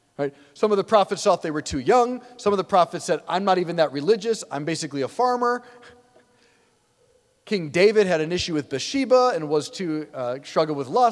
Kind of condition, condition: setting, large echoing room